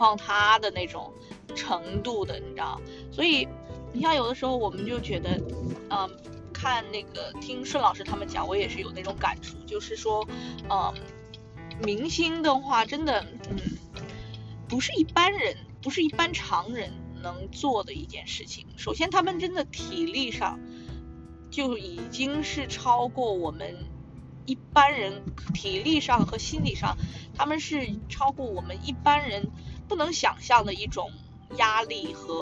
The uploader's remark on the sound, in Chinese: 还是一如既往的渣音质。不剪辑！